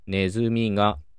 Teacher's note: ネズミっていうのは平板型で下がることがないです